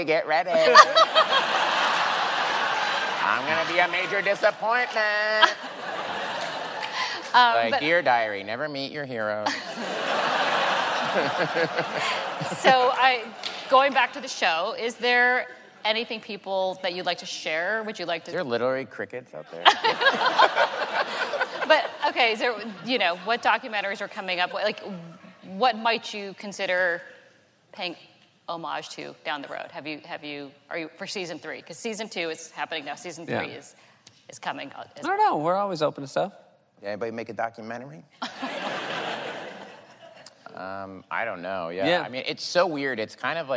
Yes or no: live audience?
yes